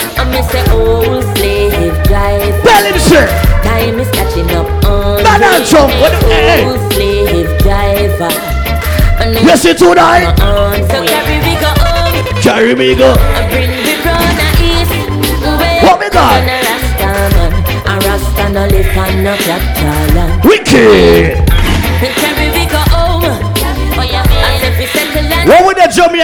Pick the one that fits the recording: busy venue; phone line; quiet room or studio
busy venue